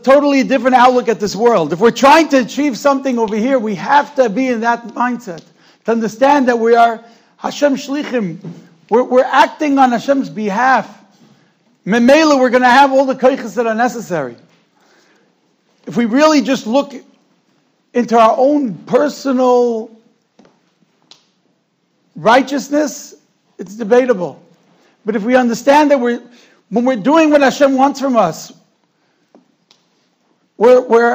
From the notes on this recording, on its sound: Shiur recorded in Yeshivas Ohr Reuven, Monsey, NY.